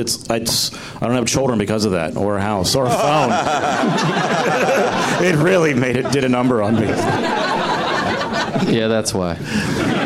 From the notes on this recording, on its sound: Live from the Improv in Washington D.